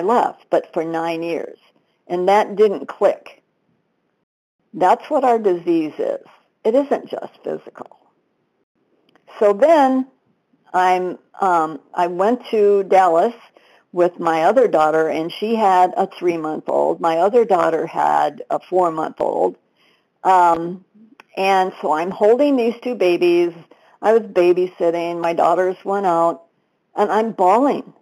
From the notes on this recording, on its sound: 100 Pounders Phone Meeting, 12/4/22.